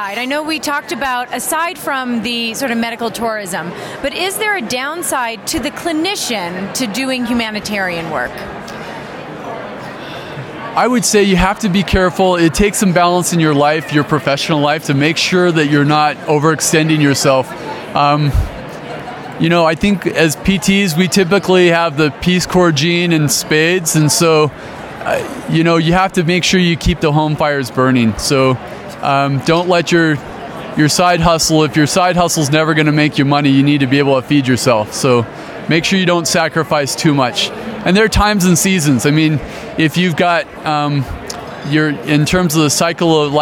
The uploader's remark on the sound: LIVE from the Private Practice Section Annual Conference in Colorado Springs, Colorado